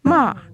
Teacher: The fourth tone, which is a rapid downward gliss